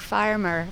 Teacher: Some speakers are rhotic, meaning that they have an R sound after vowels and before consonants in words like farmer and church.